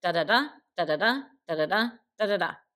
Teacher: two short syllables followed by a longer syllable with more emphasis. And tetrameter, tetra being four, tetrameter is just means that we have four of these little units. · Term: anapest